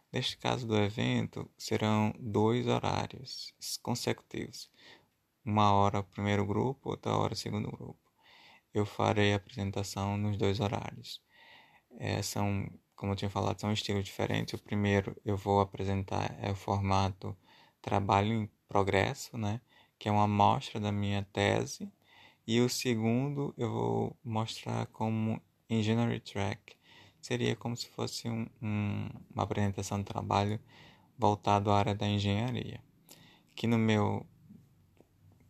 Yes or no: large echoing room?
no